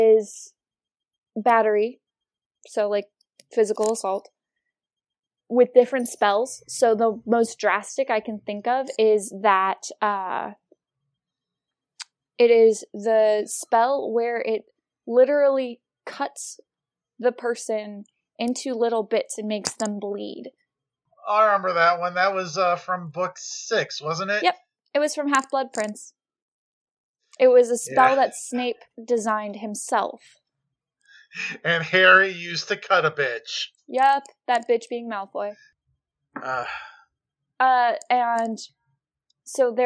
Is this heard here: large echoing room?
no